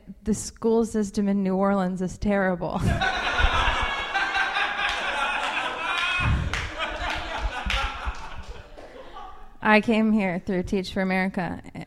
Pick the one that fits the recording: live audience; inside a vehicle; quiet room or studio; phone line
live audience